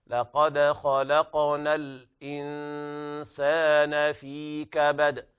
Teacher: وهنا جاء بعد النون الساكنة حرف السين، وهنا وجب الإخفاء مع الغنة